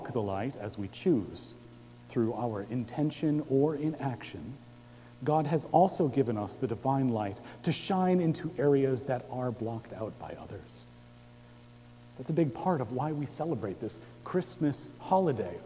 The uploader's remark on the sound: Recorded Christmas Eve, 2017 at Trinity Presbyterian Church in Bixby, Okla.